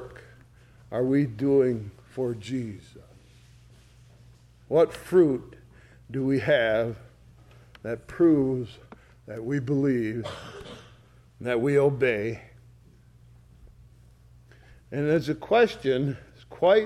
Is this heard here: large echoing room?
yes